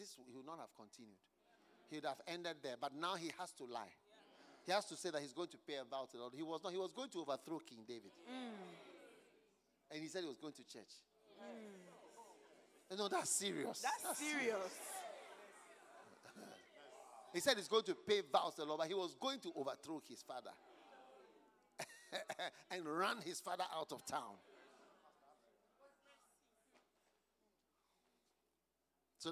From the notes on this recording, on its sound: Preached at the Use It or Lose It Camp, USA.